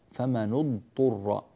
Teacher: ننبه إلى بيان الضاد من الطاء في هذه الكلمة، وألا تصير الضاد شبيهة بماذا؟ بالظاء، فإن هذا خطأ في القراءة.